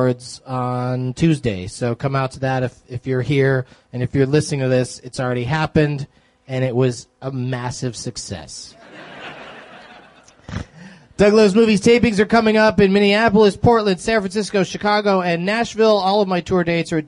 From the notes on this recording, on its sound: From the SXSW Film and Interactive Conference